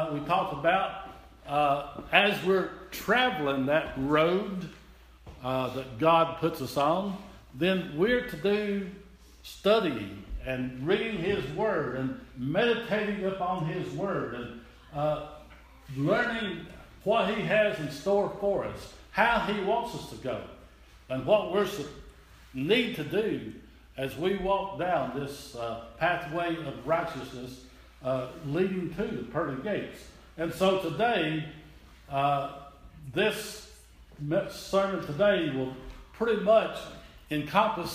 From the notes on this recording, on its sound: This is an audio recording of the Sunday service at Persia United Methodist Church in Rogersville, TN on Sunday, February 26, 2017.